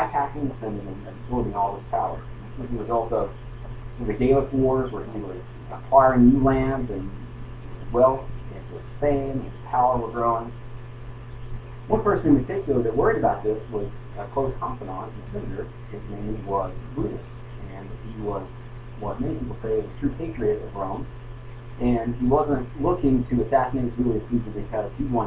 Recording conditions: poor sound quality